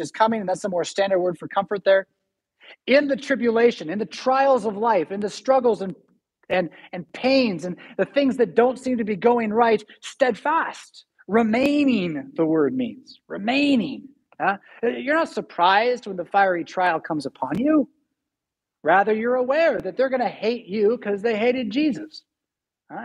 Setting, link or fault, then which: setting, large echoing room